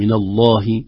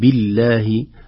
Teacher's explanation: ولا تغلظ اللام عندنا إلا في لفظ الجلالة إذا كان قبلها فتح وضم · Shown in: first take · من الله، لكن بالله هكذا ترجع اللام إلى أصلها مع الكسرة.